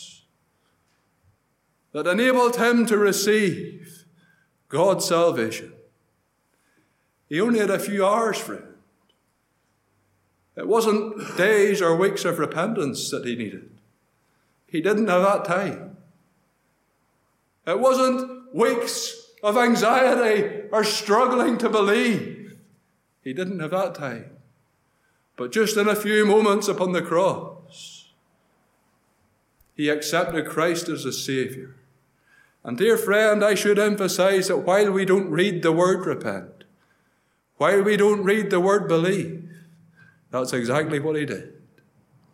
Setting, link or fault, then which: setting, large echoing room